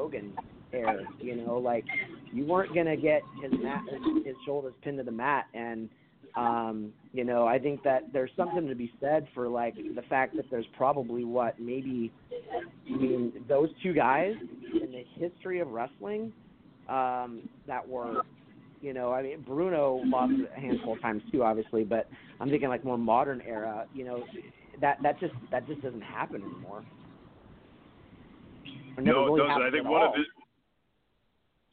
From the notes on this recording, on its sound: we take your calls live on the air